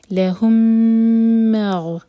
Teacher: لہم کا میم اور آگے مغفرتن کا میم، مرج ہوں گے، میم کو ہولڈ کریں گے